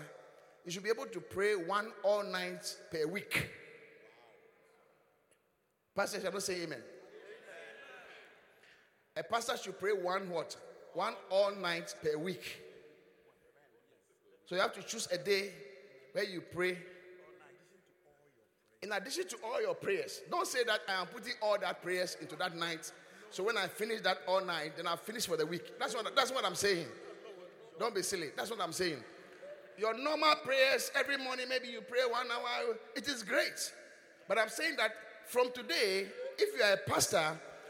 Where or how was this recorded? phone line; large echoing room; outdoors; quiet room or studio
large echoing room